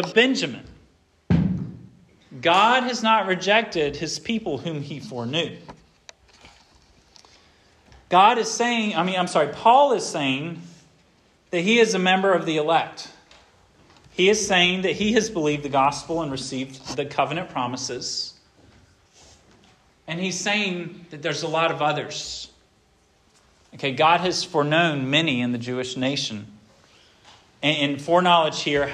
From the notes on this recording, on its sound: This sermon was preached at Hope Fellowship